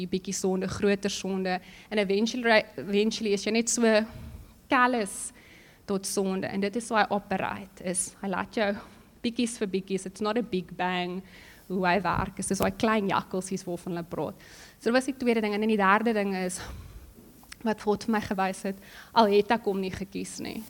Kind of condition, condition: setting, large echoing room